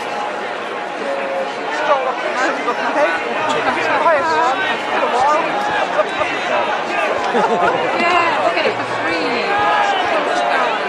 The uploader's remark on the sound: Live From Trafalgar Square, London: Unite For Freedom Mass Protest & March